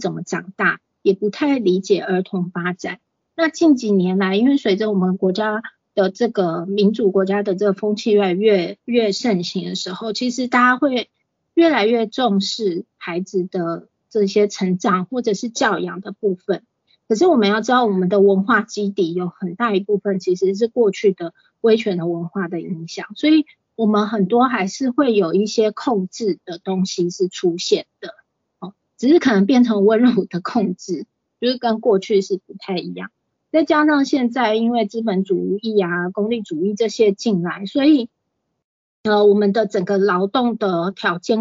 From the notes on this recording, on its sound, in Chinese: 此為線上課程錄音檔。講座錄音。